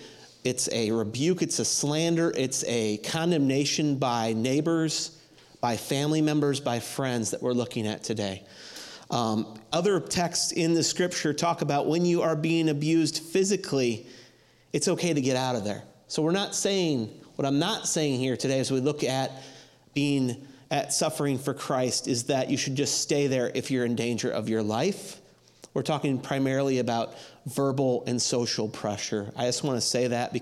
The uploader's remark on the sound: audio from New City Church in Champaign-Urbana, IL